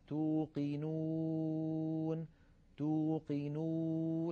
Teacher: لاحظوا بأن مقدمة اللسان هي قريبة من الأسنان السفلى، بينما مؤخرة اللسان قد ارتفعت إلى الوراء عاليا بخلاف الألف، ولكنها لم تلامس الحنك اللحمي الأحمر اللون الذي نراه، بل بقي هناك فرجة يمر منها الصوت. · Term: الواو